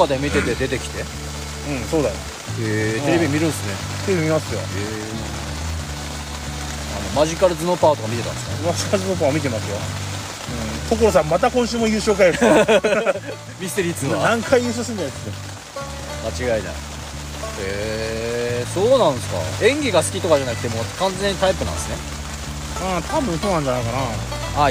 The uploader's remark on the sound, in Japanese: 雨の中での収録となりました。雨の音で聴きにくくなっておりますが。